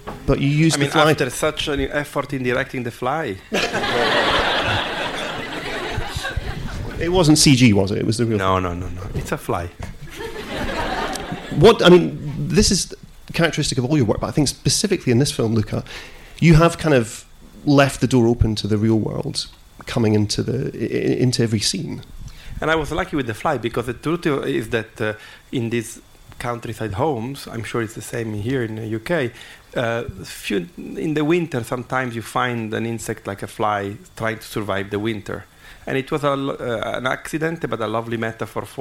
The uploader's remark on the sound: to Curzon Soho for a special Q&amp;A screening